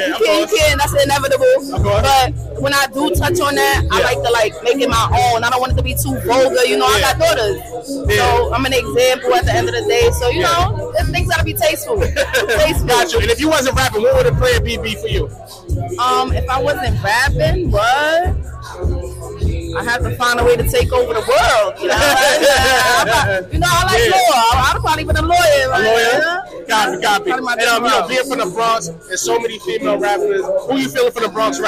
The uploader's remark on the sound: Concert Interview. Live at the Military Grind Ten Tape Concert.